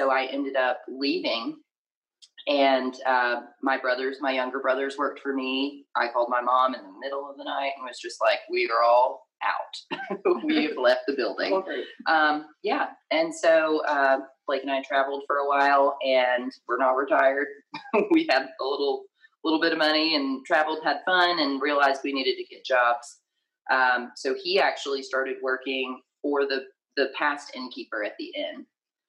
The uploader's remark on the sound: This is our second recording from back in 2020 so we apologize for the bad quality and an unexpected cut-off.